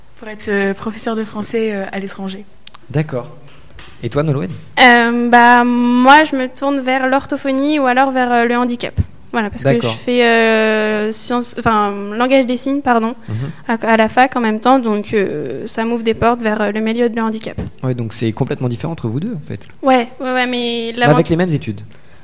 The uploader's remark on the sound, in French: Sont au micro de Radio2B pour présenter leur formation. Interview réalisée en direct samedi 2 février 2019, à l'occasion du 2nd Forum d'orientation du LRB.